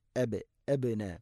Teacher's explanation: ബാഇനെ ഖൽഖല ചെയ്യണം, ശരിക്കും കേൾക്കണം